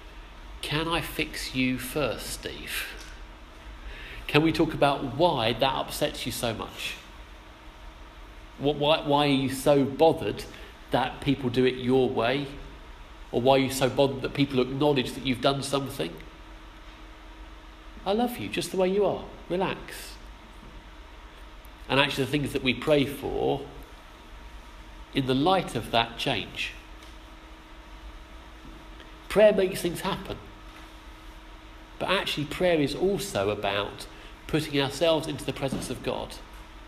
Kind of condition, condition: setting, large echoing room